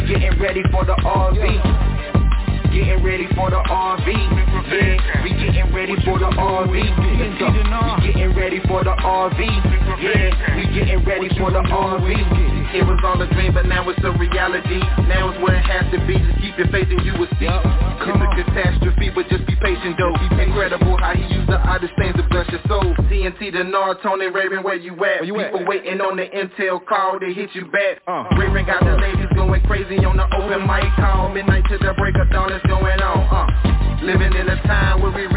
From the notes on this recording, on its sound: TNTSuperfantastic Conference Call